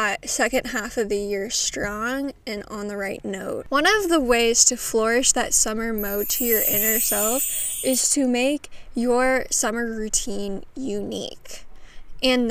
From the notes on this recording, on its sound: tune in as I take you outside at my cabin!